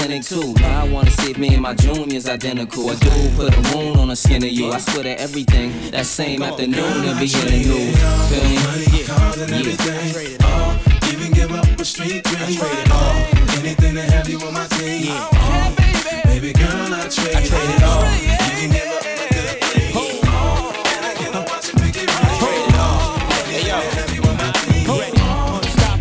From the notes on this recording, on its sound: This hip hop mix was recorded live at corporate cocktail function.